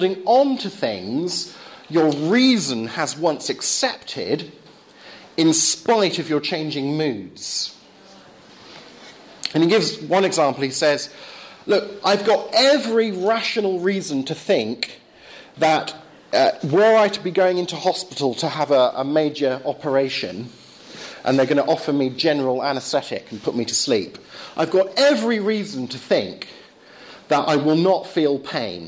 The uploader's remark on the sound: Lecture delivered at Belgrade University Philosophy Department, October 2011.